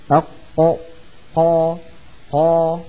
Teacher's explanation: والقاف أي مخرجها أقصى اللسان أي آخره مما يلي الحلق، يعني من أقرب منطقة إلى الحلق. · Term: مخرج القاف